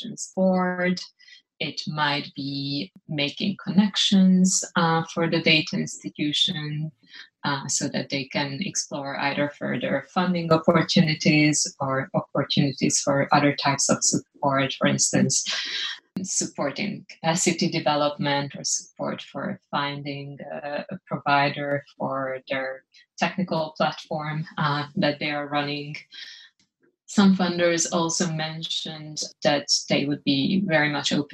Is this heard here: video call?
yes